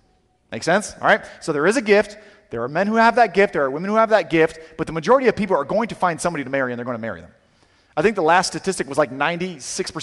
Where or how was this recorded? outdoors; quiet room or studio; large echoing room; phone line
large echoing room